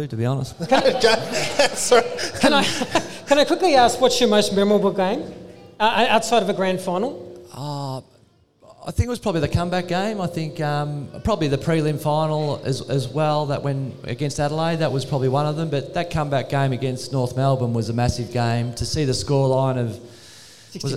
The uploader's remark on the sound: at the Welcome to Thornbury live Match Day event